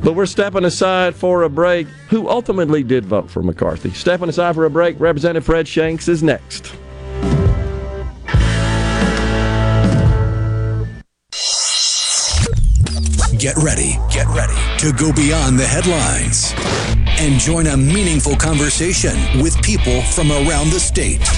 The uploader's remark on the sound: joins the conversation by phone from D.C.